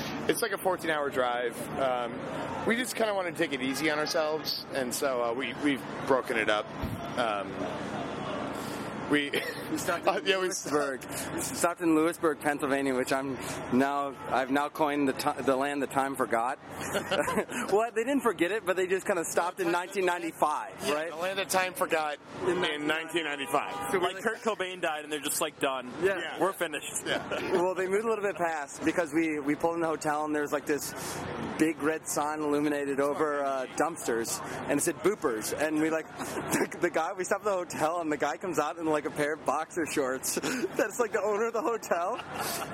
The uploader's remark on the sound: Standing outside of Webster Hall